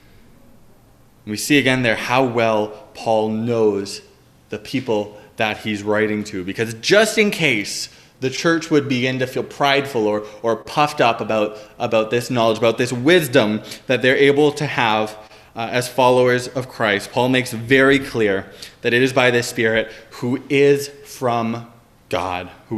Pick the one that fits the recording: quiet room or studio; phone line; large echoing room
large echoing room